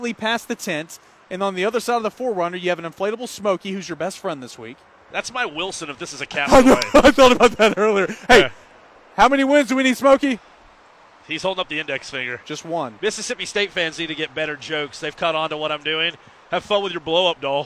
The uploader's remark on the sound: Recording from the rooftop of Toyota of Knoxville in West Knoxville on I-40